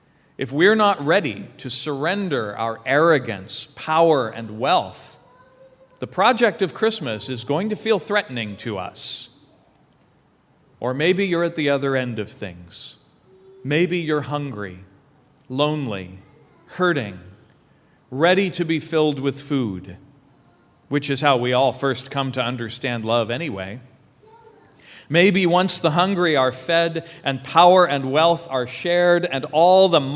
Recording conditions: large echoing room